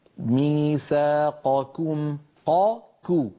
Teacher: أن يلاحظ تفخيم القاف وترقيق الكاف فيقول ميثاقكم قاكو ولا يقول مثلا ميثاقكم، يعني يأتي بشبه قافين أو بشبه كافين ميثاقكم، لا هكذا ولا هكذا، علينا أن نعطي كل حرف حقه من المخرج والصفات.